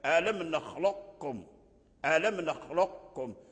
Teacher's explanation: في قوله تعالى ألم نخلقكم إدغام ناقص، أي تبقي صوت القاف مع الكاف